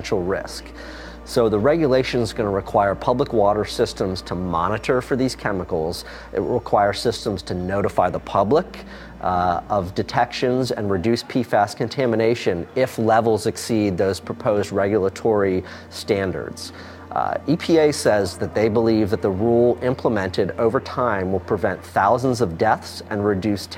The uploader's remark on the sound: The announcement was made at an event in Wilmington, North Carolina